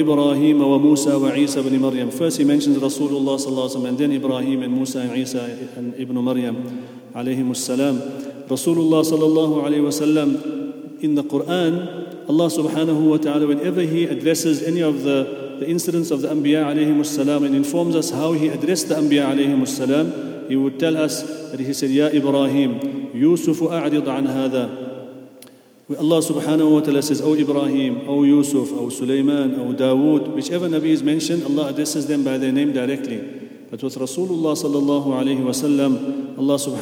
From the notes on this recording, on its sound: At the Houghton Masjid (West Street).